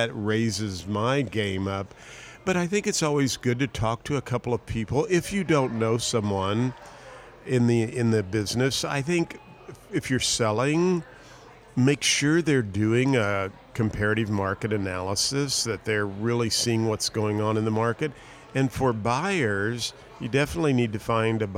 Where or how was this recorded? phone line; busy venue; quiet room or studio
busy venue